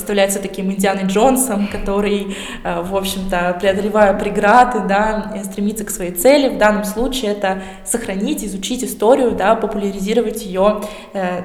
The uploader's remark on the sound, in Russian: Открытая запись подкаста в Музее истории города Колы. Этот выпуск был записан в рамках открытой записи подкаста "Три дома и церковь" 27 ноября 2021 года.